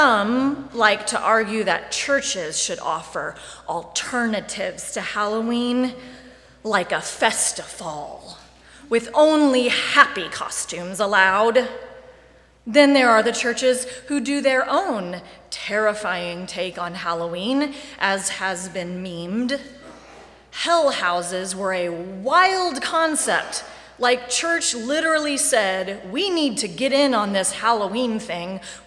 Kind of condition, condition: setting, large echoing room